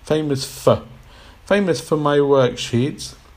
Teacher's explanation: of course we pronounce it with a schwa sound, famous for.